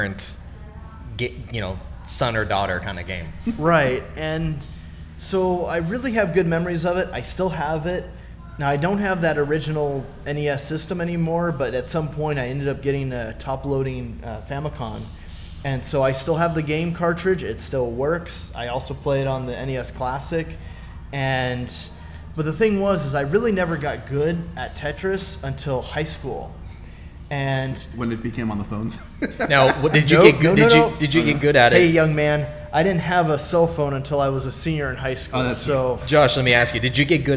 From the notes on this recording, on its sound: LIVE SHOW recorded 6/10/19. Retro Game Night goes LIVE!